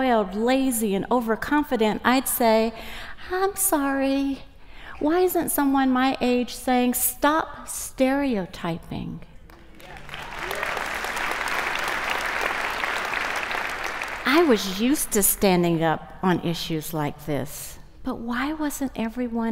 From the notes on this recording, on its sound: This talk was given at a TEDx event using the TED conference format but independently organized by a local community.